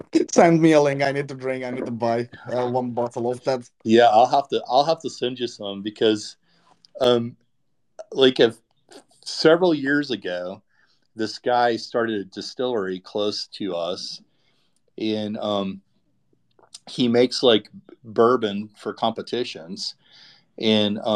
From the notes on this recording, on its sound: This episode is the recording of a Twitter space